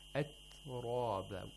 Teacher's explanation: You articulate the ta, because it's difficult. And the place of articulation of ta is such that there should be no aspiration. · Term: ta sakina